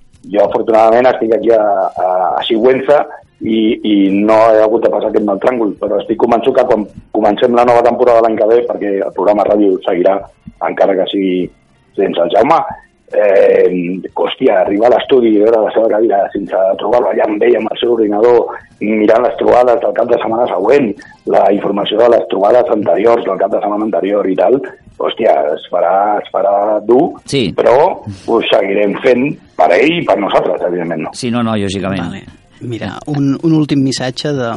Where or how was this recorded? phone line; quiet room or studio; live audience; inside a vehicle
phone line